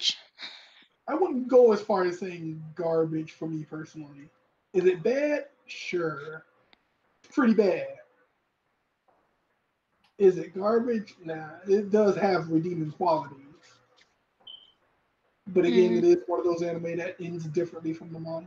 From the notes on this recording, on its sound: We are aware of the sound issues and are still working on it so apologies in advance for the quality.